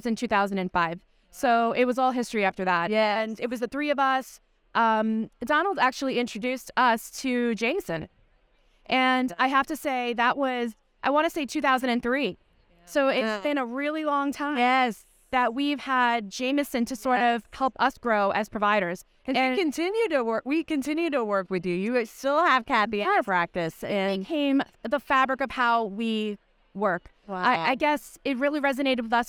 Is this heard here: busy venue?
yes